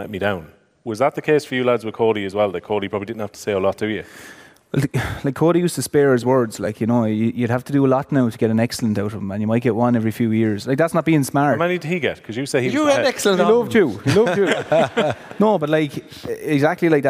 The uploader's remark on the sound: live in The Bord Gáis Energy Theatre!